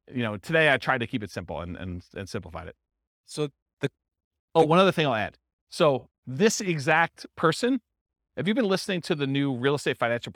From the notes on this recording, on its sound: This was a live class recorded